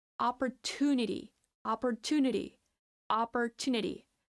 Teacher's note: The stress is in the third syllable in the t. Opportunity. · Term: stressed syllable